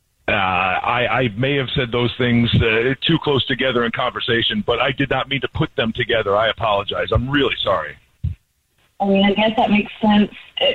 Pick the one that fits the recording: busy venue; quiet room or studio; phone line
phone line